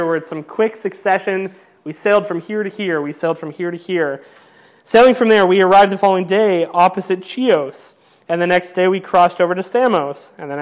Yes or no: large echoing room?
yes